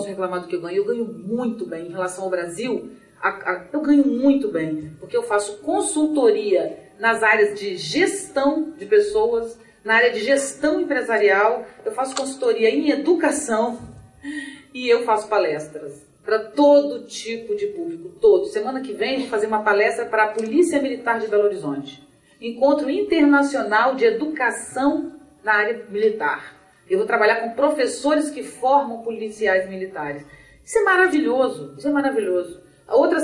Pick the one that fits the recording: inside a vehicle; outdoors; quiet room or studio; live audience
live audience